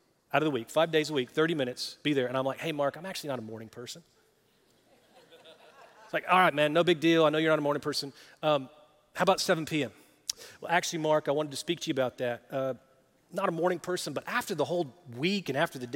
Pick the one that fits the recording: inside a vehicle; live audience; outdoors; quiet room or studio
live audience